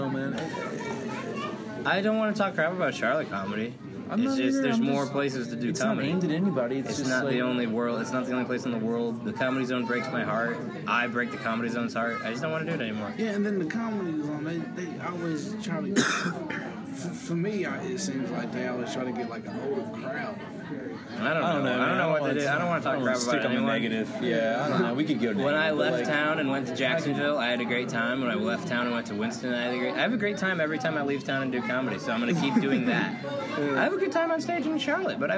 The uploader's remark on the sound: Sorry about the backround noise